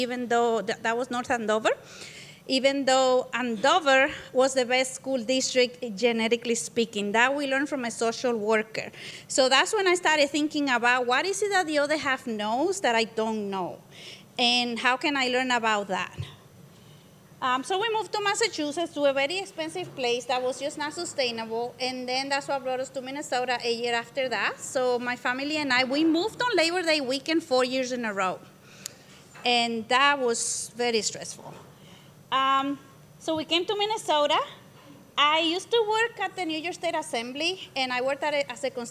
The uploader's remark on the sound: This EDTalk was live streamed from Icehouse in Minneapolis on May 8th, 2023.